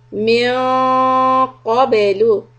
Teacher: So the noon will be إخفاء، make it heavy, keep the back part of the tongue raised. And for قبل، قاف is heavy but باء is soft.